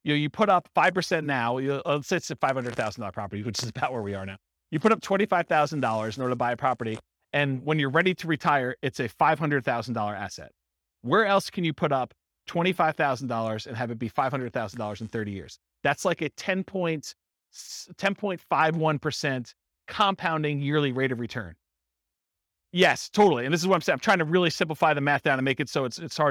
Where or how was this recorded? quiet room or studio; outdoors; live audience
live audience